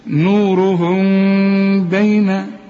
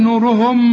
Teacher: لأنها بعدها باء، كل ميم ساكنة يجي بعدها به زي دي، ما تقفلش شفايفك، يحصل انفراج في الشفايف · Shown in: first take · نورهم بين، اوعى تقول نورهم وتقفل شفايفك، لا، امال نقفل الشفايف في ايه؟